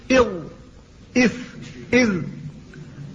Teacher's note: أما الضاء والذال والثاء فهذه من طرف اللسان أيضا لكن بينه وبين العليا، فلذلك تقول إض إث إذ، فهي بين رأس اللسان ورؤوس الثنايا العليا